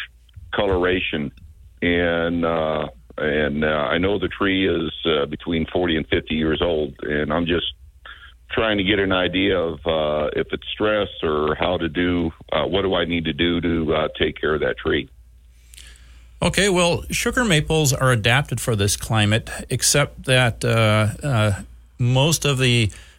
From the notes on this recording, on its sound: The phone lines were busy the entire show with people wanting to ask a wide variety of questions.